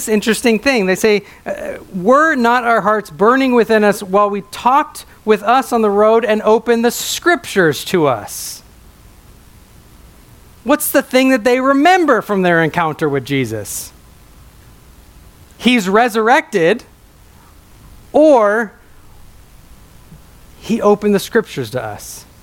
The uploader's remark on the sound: A sermon preached at my home church.